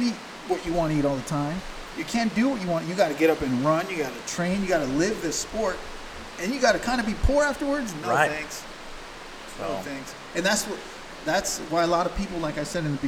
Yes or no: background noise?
yes